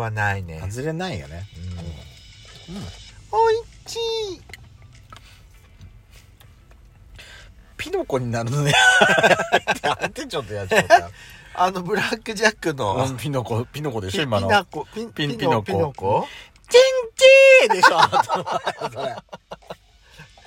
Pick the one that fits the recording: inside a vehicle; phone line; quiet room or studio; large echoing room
inside a vehicle